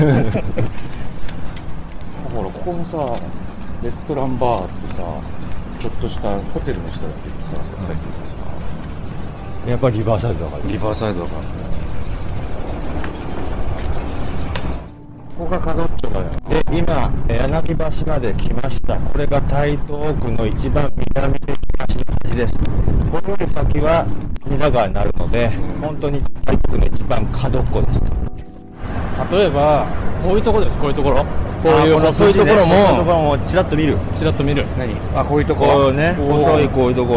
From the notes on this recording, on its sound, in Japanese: 台東区の南（神田川）東（隅田川）の端、柳橋からスタート！屋外ロケのためお聞き苦しいところがございますがご勘弁ください。